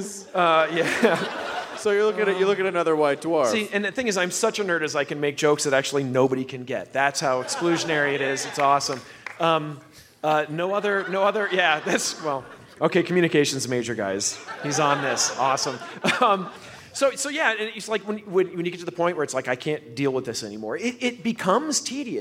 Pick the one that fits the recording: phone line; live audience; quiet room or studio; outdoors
live audience